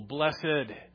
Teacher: we should pronounce this with stress on the second syllable, blessed, to differentiate it from the word bless, the verb